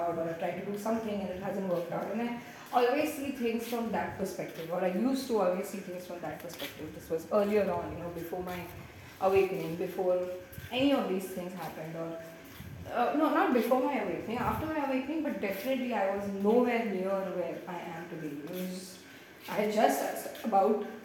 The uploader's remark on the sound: Sorry about the audio on this one.